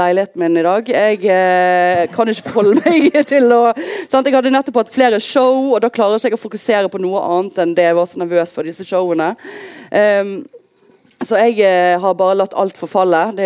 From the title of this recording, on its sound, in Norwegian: Live fra Lille Ole Bull